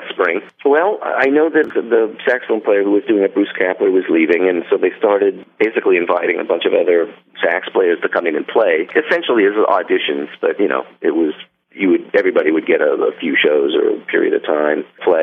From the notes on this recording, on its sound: called in to that cozy radio studio